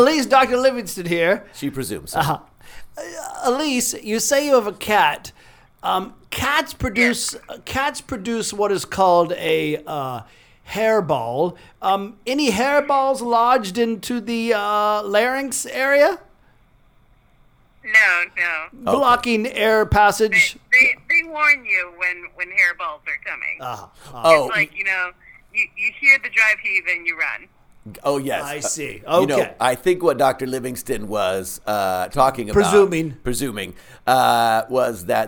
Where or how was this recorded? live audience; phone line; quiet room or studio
phone line